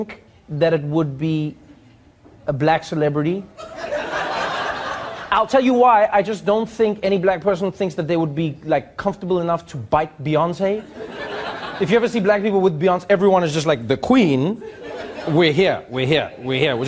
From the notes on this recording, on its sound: He calls on members of the audience to help him solve the mystery.